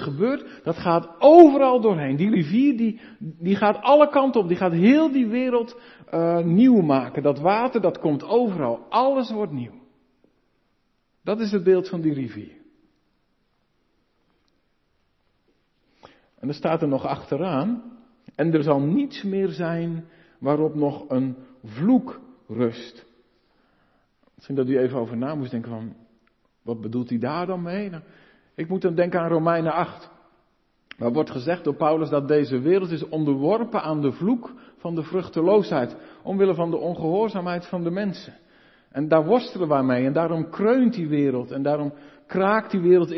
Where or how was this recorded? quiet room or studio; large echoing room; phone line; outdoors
large echoing room